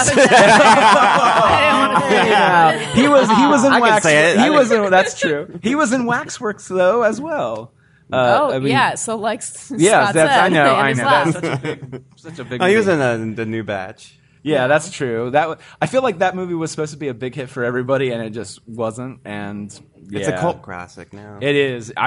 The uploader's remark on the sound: This episode is live from MadLab Theater